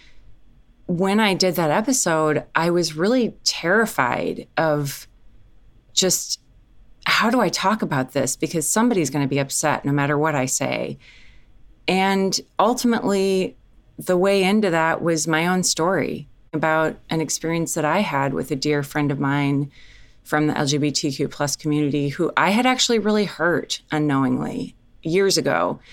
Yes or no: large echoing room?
no